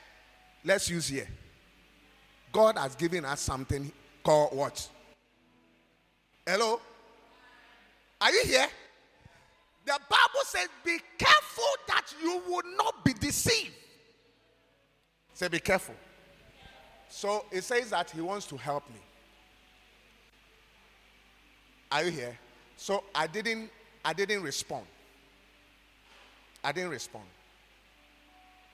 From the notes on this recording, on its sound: preached at God's Haven Ministries, The Purpose Assembly on Sunday 16th April, 2023.